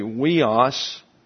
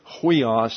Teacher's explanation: And so when you have a rough breathing in front of a diphthong, which is what UI is on this occasion, then you have to add the letter H. You can say weos if that was a smooth breathing, but huios if it's rough.